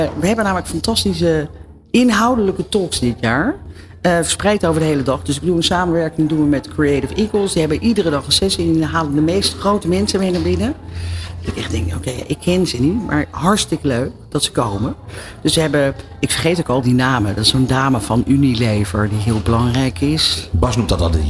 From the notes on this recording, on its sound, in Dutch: New Business Radio live vanuit Cannes. De uitzendingen vinden plaats vanuit de Embassy of Dutch Creativity, de handelsmissie van de Nederlandse creatieve industrie tijdens het 70ste Cannes Lions International Festival of Creativity.